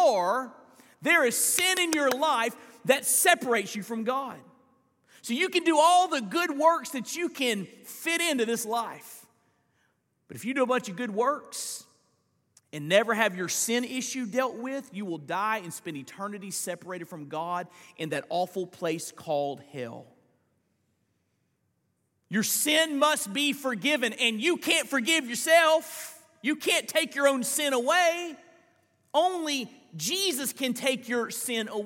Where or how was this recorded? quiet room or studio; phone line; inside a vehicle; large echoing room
large echoing room